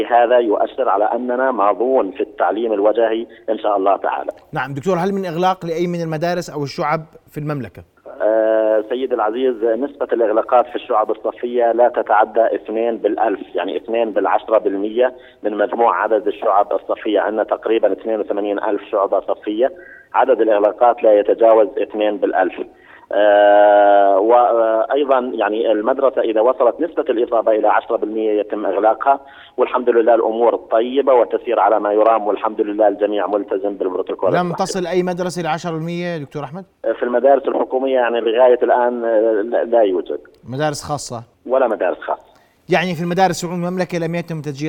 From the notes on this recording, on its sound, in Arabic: اتصال هاتفي